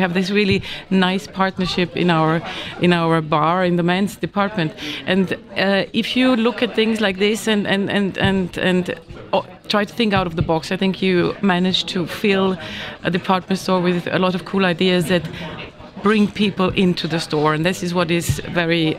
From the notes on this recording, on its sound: Live from Zürich. Our weekend programme comes live from Monocle’s radio studio in Zürich. Discuss key topics in front of a studio audience.